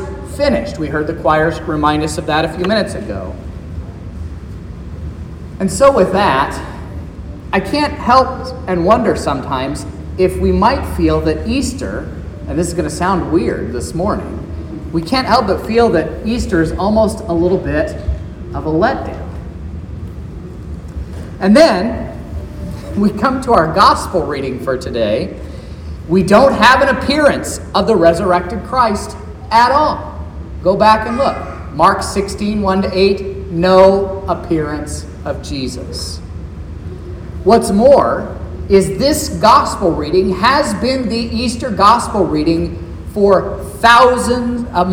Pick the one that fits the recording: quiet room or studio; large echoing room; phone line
large echoing room